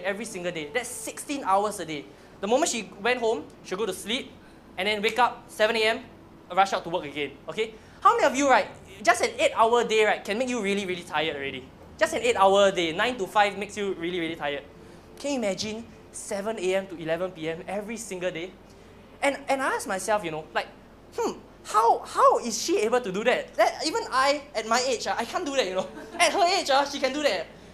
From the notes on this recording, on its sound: Keynote for Rev22's 7th Anniversary.